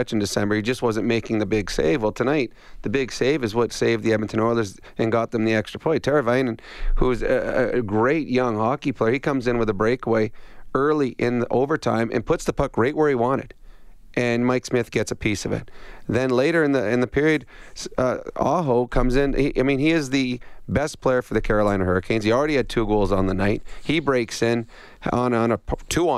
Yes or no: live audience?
no